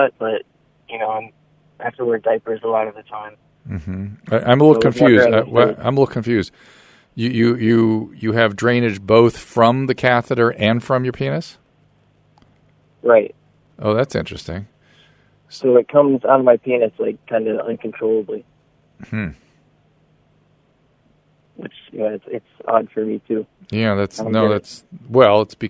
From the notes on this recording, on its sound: Listener Calls. Listener phone calls.